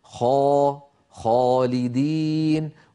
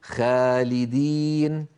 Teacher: الخاء مفخمة وبالتالي كانت الألف التي بعدها مفخمة · Shown in: first take · خ خالدين، ولا نقول خالدين.